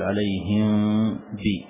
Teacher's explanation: وما تطبق الشفتين وإنما تفتحها يسيرا، فهو إخفاء شفوي، فتقول عليهم بي.